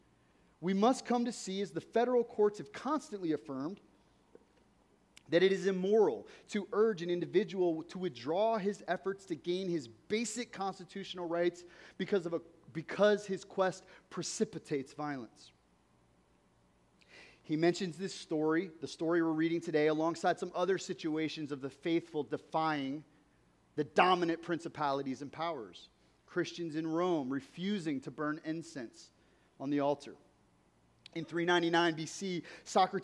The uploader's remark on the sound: This week's episode is a recording of a talk that I gave at the Underground Network's Catalyst gathering last weekend.